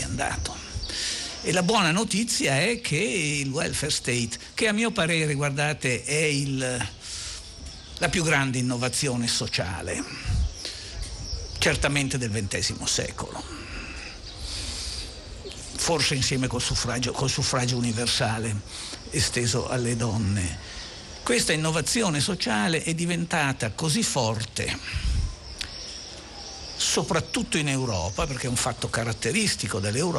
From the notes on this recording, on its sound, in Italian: Terza diretta dal Festival dell&#39;Economia di Trento.